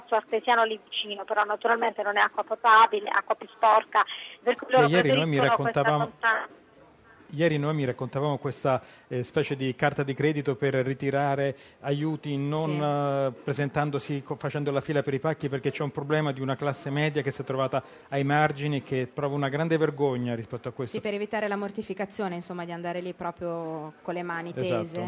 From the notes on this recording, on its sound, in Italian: In diretta da Expo 2015.